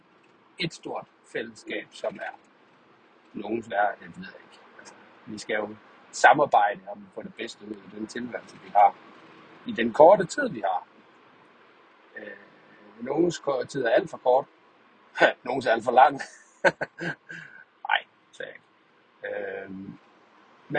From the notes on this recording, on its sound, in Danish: Tur til ned til messe. Forhåbentligt er det den sidste optagelse med dårlige lyd. Beklager kan jo ikke klippe eller rette i det.